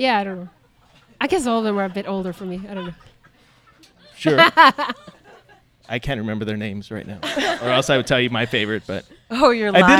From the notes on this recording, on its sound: During a very intimate and sincere conversation at the 6th installment of our live series